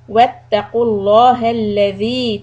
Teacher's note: لفظ جلالة لام will be heavy.